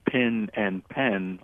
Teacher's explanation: When I was growing up and I had a very strong African-American dialect, I pronounced the words pin and pen identically. I did not make a distinction in the vowels that I used. I would talk about ink pens and straight pens, and that's how I maintained the distinction.